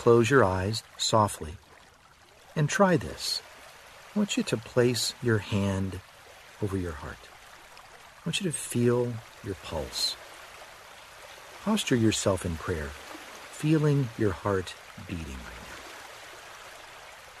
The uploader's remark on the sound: Relax to the sounds of a river running.